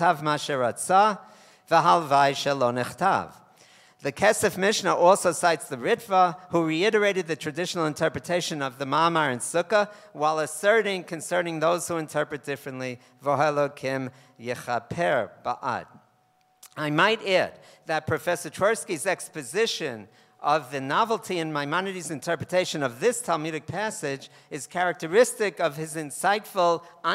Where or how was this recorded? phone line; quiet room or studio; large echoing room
large echoing room